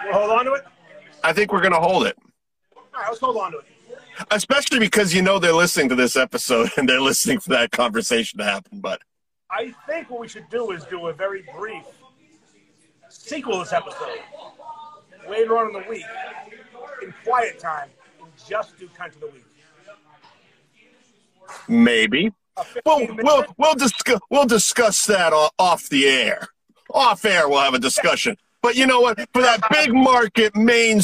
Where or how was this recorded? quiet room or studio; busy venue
busy venue